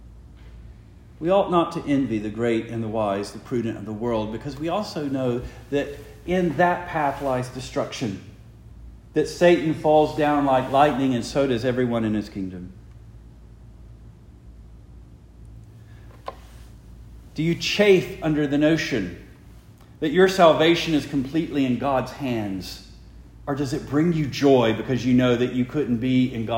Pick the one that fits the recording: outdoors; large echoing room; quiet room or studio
large echoing room